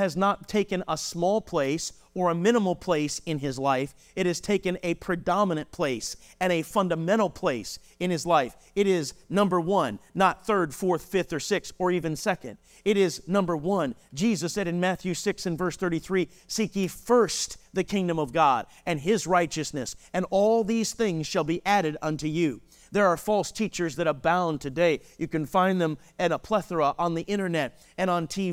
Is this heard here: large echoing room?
yes